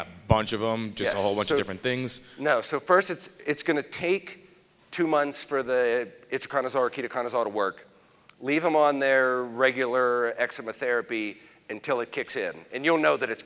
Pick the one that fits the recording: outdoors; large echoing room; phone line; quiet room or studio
large echoing room